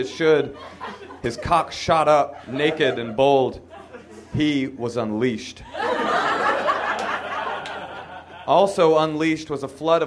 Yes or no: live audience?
yes